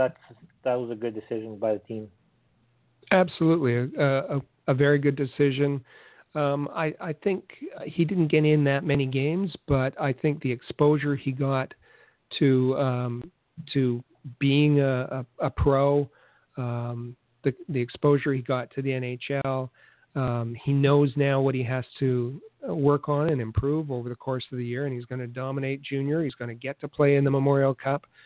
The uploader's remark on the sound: we take your phone calls